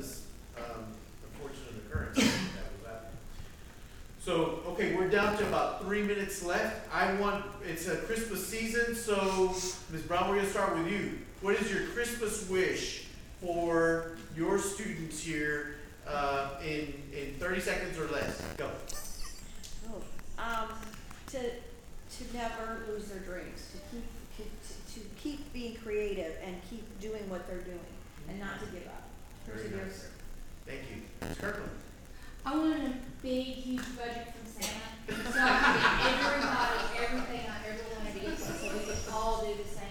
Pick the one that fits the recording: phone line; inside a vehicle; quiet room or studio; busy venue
busy venue